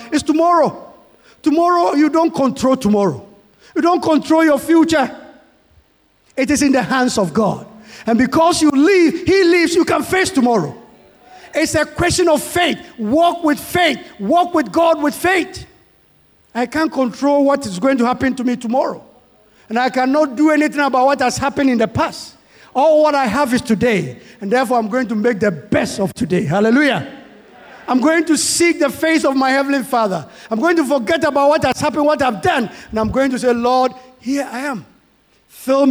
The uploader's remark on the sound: Sermon preached at CBC